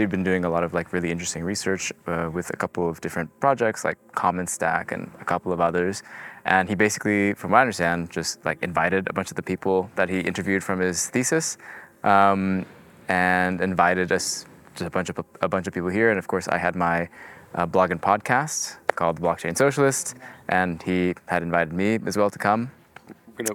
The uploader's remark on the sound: Filmed live at a radical gathering of extremist nerds at the Commons Hub in the Austrian Alps